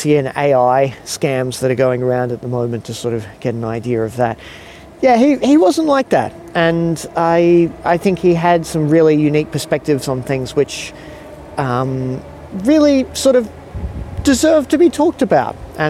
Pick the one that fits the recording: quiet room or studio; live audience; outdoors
outdoors